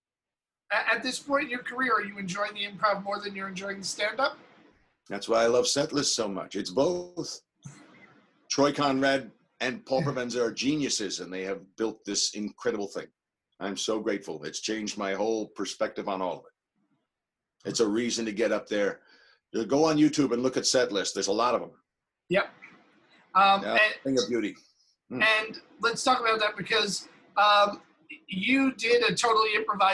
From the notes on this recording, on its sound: He dropped into the Zoom room